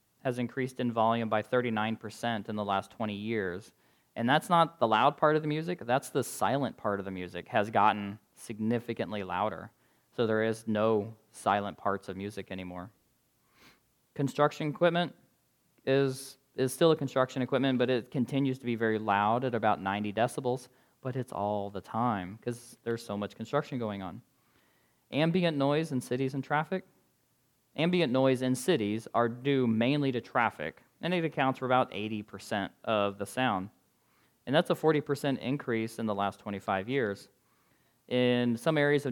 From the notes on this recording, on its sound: recorded on October 29, 2022, at the Ringgold Seventh-day Adventist Church.